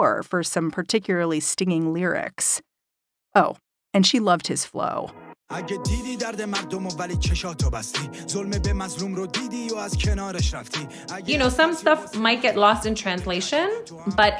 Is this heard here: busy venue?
no